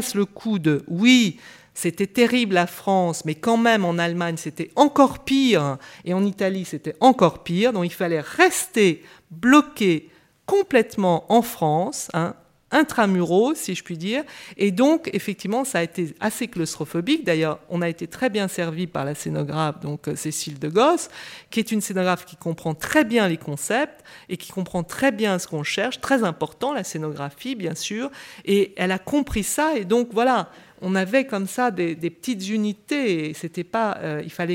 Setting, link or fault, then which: setting, large echoing room